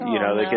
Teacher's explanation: It's kind of this gravelly, kind of trying to make myself sound smart kind of voice that people do. · Term: Vocal fry